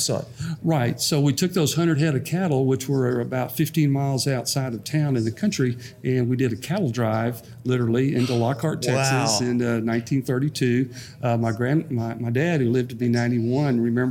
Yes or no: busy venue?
yes